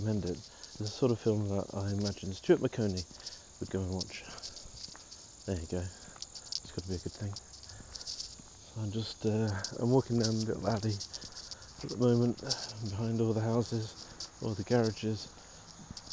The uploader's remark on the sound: Walking around Egdewood. Here are a selection of short audio clips, often recorded on the move as I'm traveling, these include letters to home from our new life in Pittsburgh, but also postcards from other places.